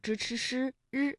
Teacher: 由舌尖向上翘起和硬腭的前部相接触，气流受到阻碍形成的一种辅音 · Term: 翘舌音